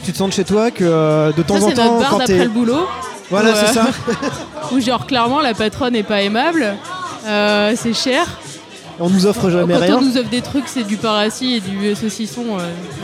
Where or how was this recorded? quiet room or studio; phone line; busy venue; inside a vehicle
busy venue